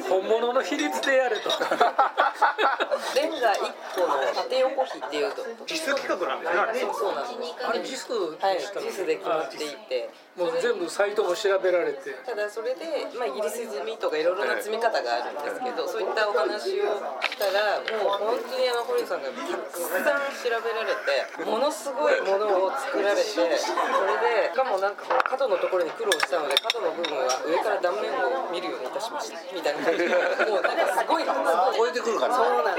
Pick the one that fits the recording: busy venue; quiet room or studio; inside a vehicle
busy venue